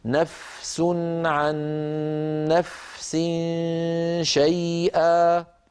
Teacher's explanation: فلا بد أن نعطي الفاء حقها من الرخاوة، والرخاوة جريان الصوت في زمن